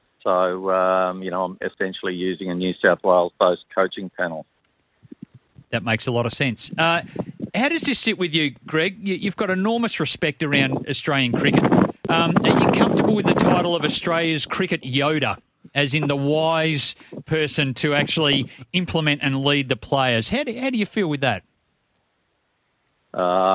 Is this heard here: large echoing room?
no